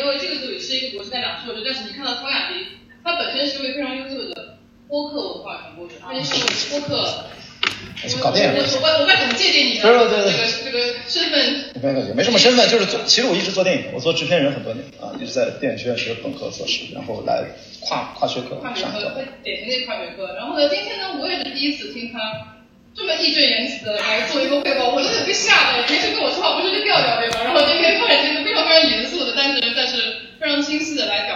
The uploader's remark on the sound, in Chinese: 本期节目因为是从课堂的网络录制翻录而来，所以声音质量受限，还请多多包涵。